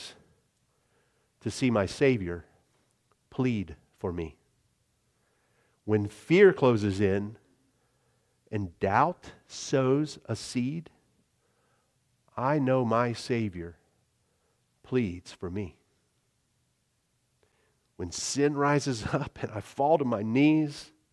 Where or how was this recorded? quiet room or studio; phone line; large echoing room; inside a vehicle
large echoing room